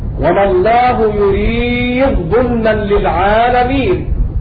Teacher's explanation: فقد سقط حرف الدال بمخرجه وصفاته من جهر وشدة · Term: الإضغام